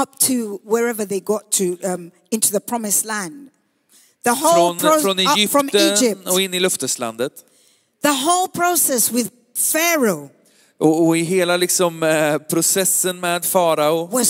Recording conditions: large echoing room